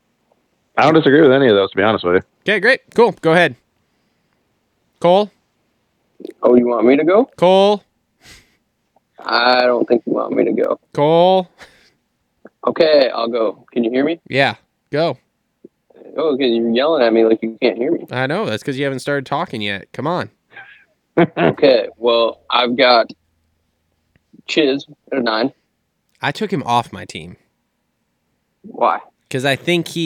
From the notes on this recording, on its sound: The guys get on the phone